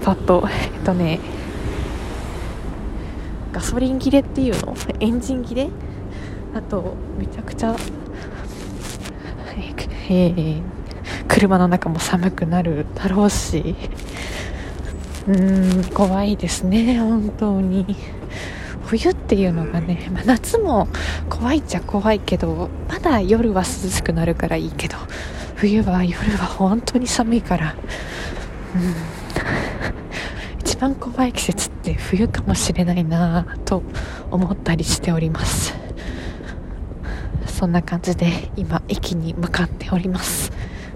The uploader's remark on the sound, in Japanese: 最寄り駅までの雑談ラジオ